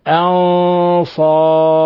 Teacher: أنصار نون ساكنة جاء بعدها حرف الصاد، الحكم التجويدي إخفاء حقيقي. ولاحظوا تفخيم الغنة لأن الصاد من حروف الاستعلاء من الحروف المفخمة